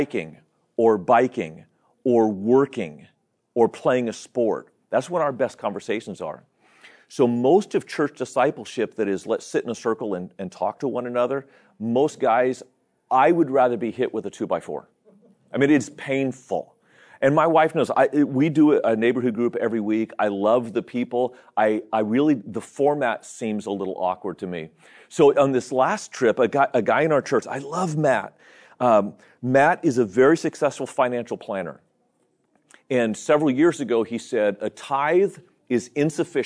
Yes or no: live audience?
yes